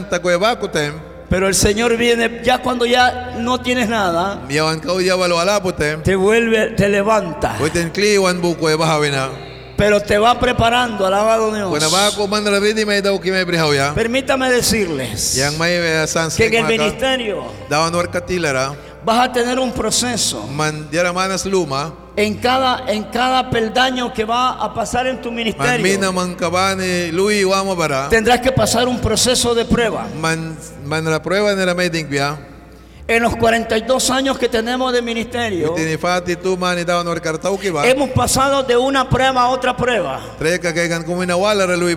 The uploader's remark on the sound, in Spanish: mensaje en vivo desde la iglesia Torre Fuerte en Bilwi, Puerto Cabezas